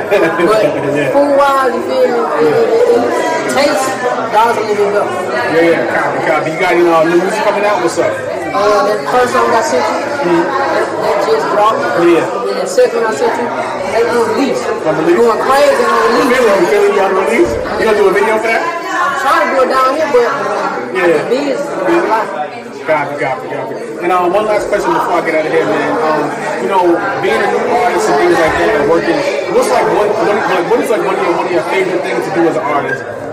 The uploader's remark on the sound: live at the Hood Media NYC’s Media Day Mayhem